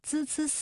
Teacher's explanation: 舌尖要抵住上齿背，产生阻塞，形成窄缝，软腭上升，堵塞鼻腔通路，发声的时候不震动，气流从窄缝当中挤出，摩擦成声 · Term: 平舌音